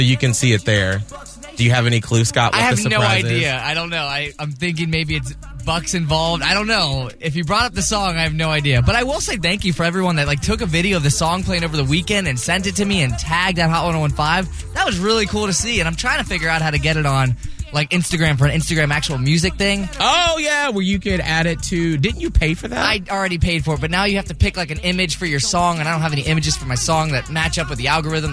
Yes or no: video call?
no